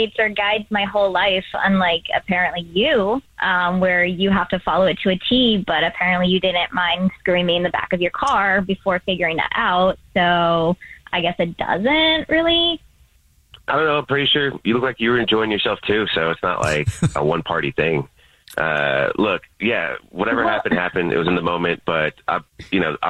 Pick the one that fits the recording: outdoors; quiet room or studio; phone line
phone line